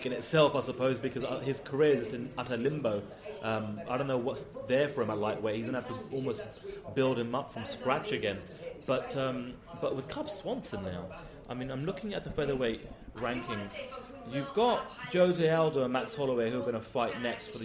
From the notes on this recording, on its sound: watched the action unfold from the viewing party at the Grosvenor Casino Russell Square in London